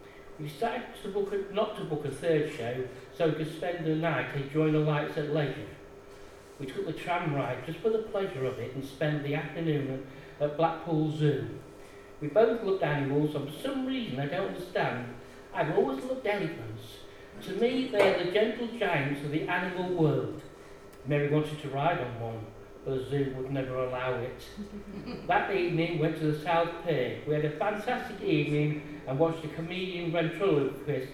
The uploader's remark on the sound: Audio recorded at the very successful book launch of Tales from the East Marsh by our very own East Marsh Writers Group, Quills.